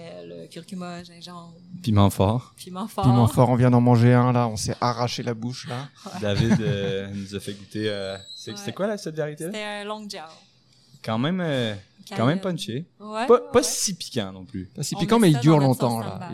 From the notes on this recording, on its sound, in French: Est au Pop Up Fermes et Restos. Les épisodes ont été enregistrés en direct pour vous faire revivre cette belle journée.